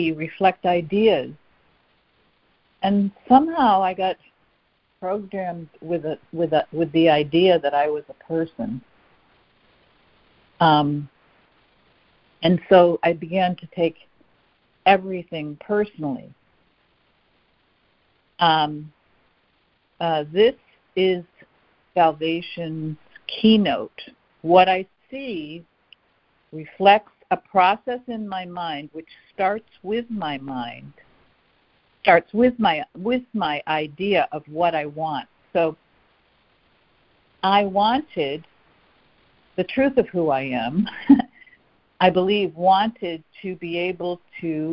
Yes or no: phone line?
yes